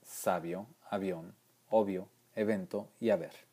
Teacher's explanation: Todos pronunciamos igual la B y la V en sabio, avión, obvio, evento y haber.